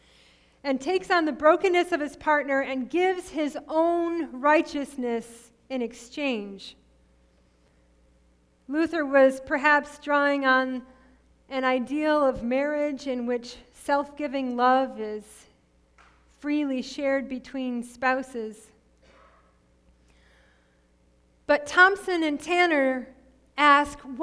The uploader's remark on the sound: Sermon preached at RCHP on March 6, 2022.